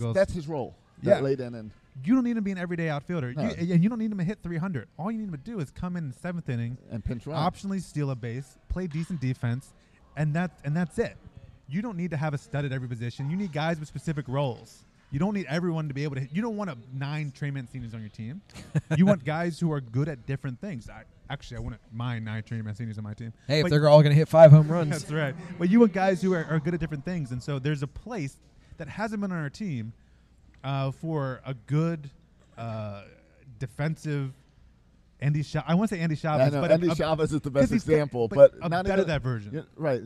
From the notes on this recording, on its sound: Live in Bowie. We visited the Bowie Baysox.